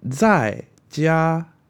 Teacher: that jia, it can be any pitch as long as it's flat and even. It could be higher, but that sounds weird for my voice. · Term: first tone